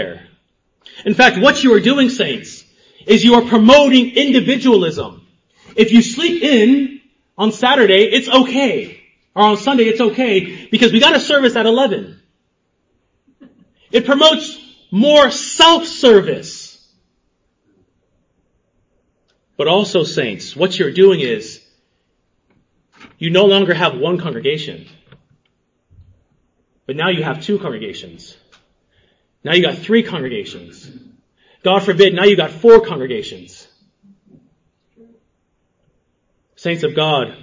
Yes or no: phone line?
no